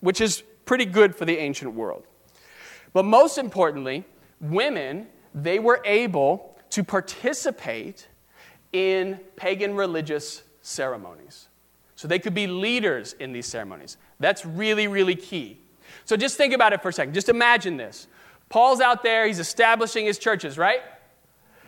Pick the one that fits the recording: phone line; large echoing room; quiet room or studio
large echoing room